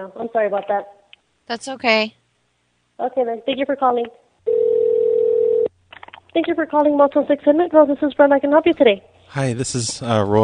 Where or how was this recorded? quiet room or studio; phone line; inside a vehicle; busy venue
phone line